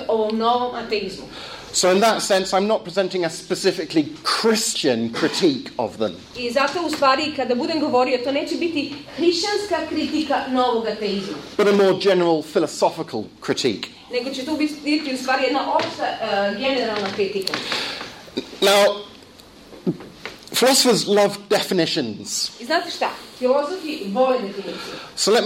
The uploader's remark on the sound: Lecture and discussion at Montenegro University in Niksic, November 2012.